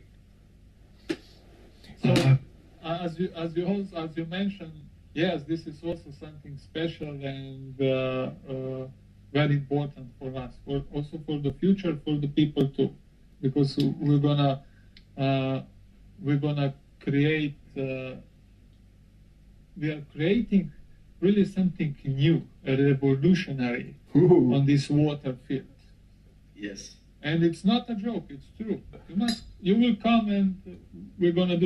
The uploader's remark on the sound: Sorry for the bad audio quality